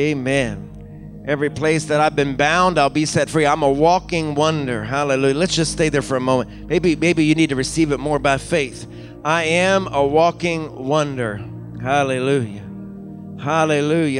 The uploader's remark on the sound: recorded from our Pentecost Sunday service at Fresh Fire Church in Uniontown, PA